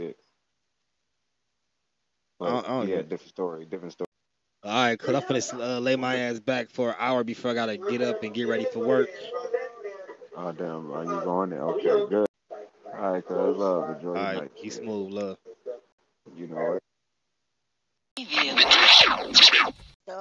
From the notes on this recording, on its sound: Me and a childhood friend got on the phone